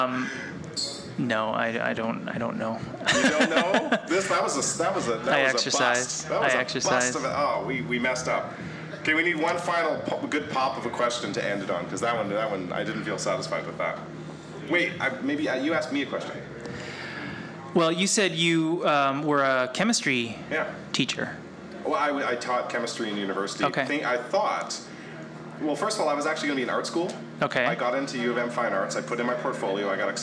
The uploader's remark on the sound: Out of the studio. We were at Winnipeg’s Goodwill Social Club. At the AGM, Annual General Meeting for GDC (Graphic Designers of Canada) Manitoba branch. We decided to do a live taping, not even in a studio, OOTS was OOTS and in front of a small but energetic live audience.